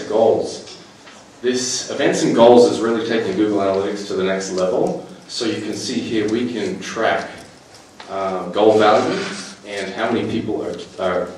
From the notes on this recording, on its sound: In this podcast episode, I show a small snippet from a recent presentation I gave at a schools conference in Queensland.